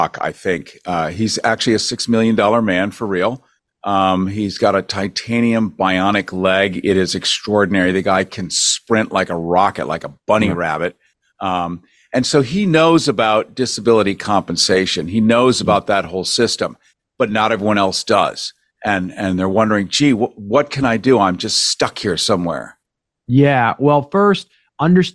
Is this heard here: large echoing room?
no